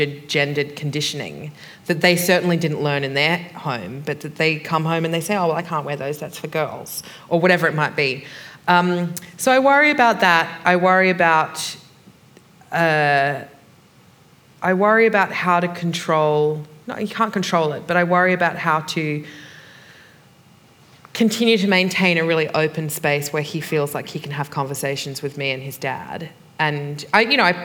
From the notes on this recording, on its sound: This is a live recording from our event.